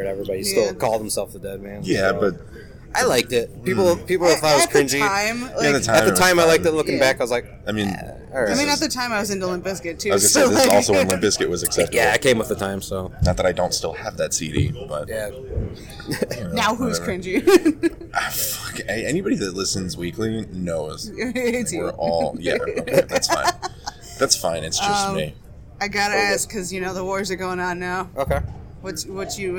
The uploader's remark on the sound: I apologize for the mixing, but we were on a stage, and my dumb-ass forgot to bring stuff to use more than one mic.